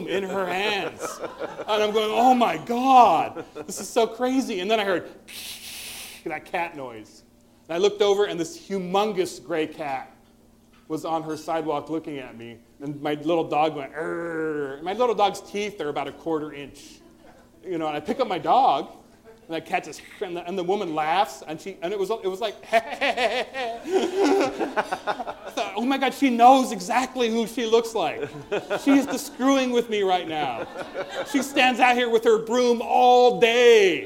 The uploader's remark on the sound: live on stage